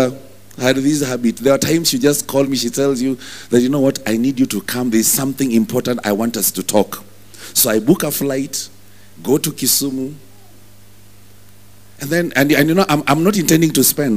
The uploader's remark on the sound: Preached at New Breed Chapel Intl.